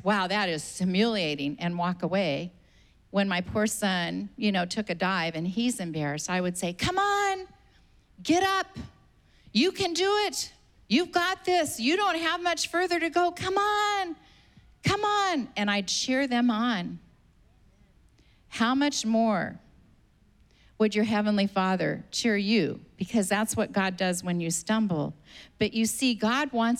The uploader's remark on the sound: was preached on May 9th at the 11:30AM service